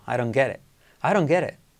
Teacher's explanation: Fíjate la última T casi no la digo.